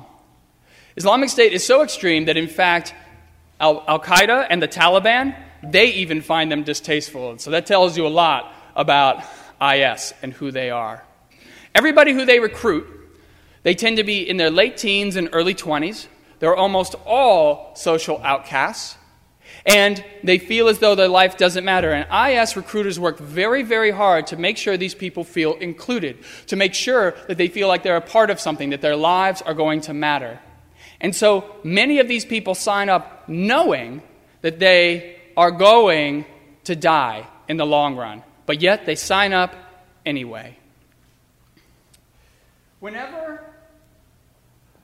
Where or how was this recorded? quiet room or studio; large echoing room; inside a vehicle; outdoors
large echoing room